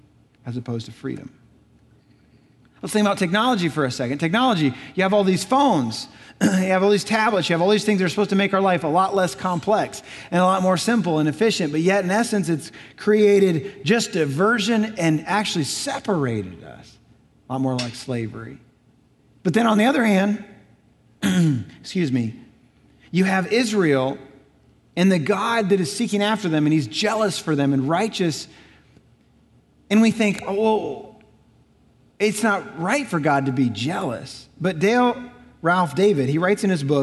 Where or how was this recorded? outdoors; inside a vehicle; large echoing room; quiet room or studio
large echoing room